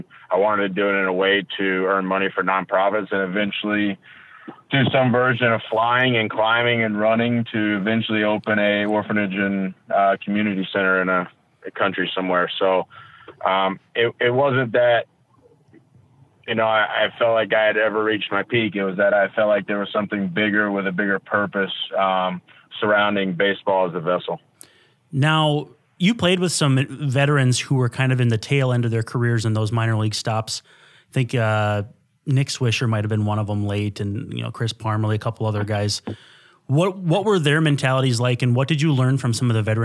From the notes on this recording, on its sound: Call in!